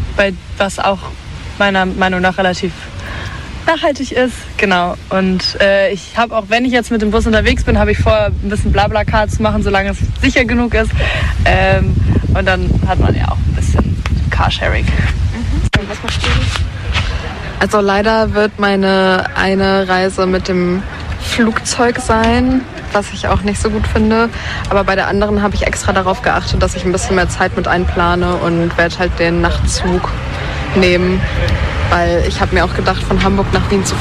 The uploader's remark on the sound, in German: Tipps, Tricks & Erfahrungen quasi live von den Urlaubsfreunden auf der Mensawiese. Wir sind das Uniradio der Universität Lüneburg.